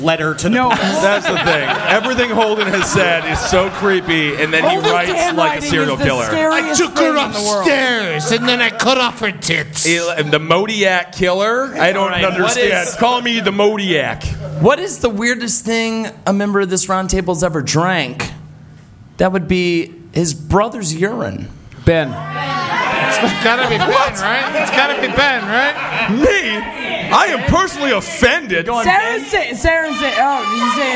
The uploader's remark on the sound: Live at the Cave Comedy Radio Launch Party!